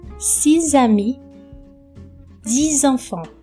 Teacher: o som do X, esse sonzinho do S, do cis e do dis, vira o som do Z. Por exemplo, six ami, dis enfants.